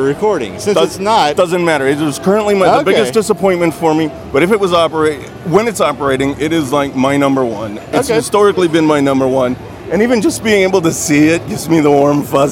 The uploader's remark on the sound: record on location at Universal Studio Resort Orlando